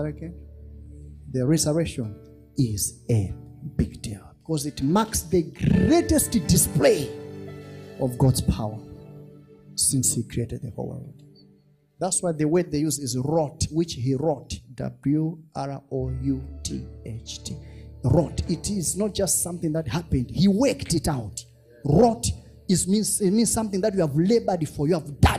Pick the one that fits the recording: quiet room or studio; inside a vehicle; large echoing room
large echoing room